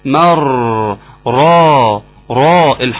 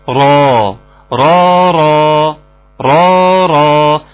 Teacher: الفم هيبقى فيه تفخيم، اللسان هيتقعر لفوق، الصوت هيطلع عند سقف الحنك من فوق · Term: الراء المفخمة